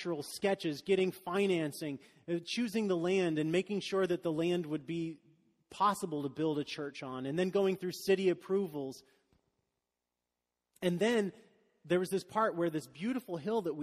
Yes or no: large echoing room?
yes